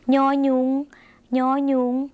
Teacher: ยอยุงเป็นเสียงเง่ขึ้นจมูกนะคะอาจจะออกเสียงลำบากนิดนึง